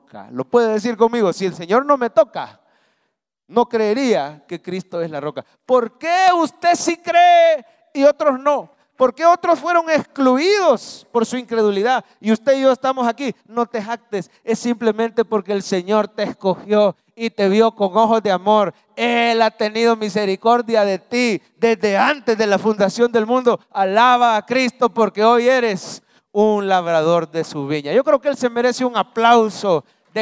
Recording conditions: large echoing room